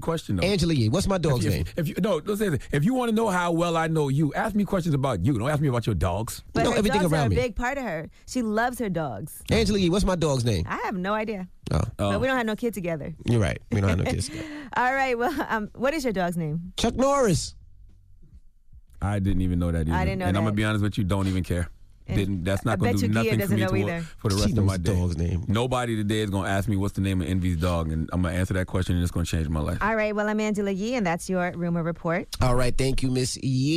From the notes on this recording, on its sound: we opened up the phone lines to see if our listeners thought it was a big deal to them